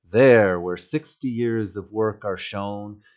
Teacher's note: We've got iambic pentameter, except for at the start of the first line of the couplet, there is really sort of a headless foot, isn't it? You've just got there, the heavy emphasis on there.